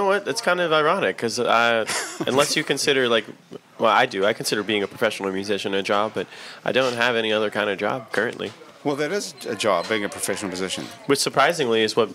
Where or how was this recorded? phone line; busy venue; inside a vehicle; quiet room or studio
busy venue